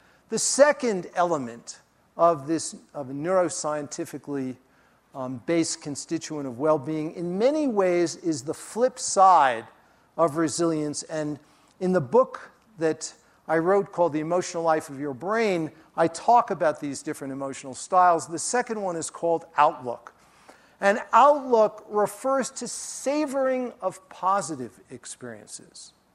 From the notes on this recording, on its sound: during his talk at the Festival